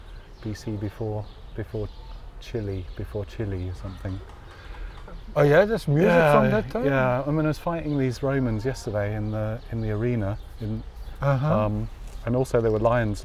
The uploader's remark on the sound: Radio On Science – outside broadcast.